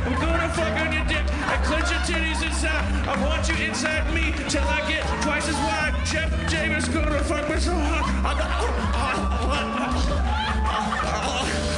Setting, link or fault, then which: setting, live audience